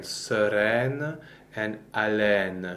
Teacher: EI basically and most generally is the sound open E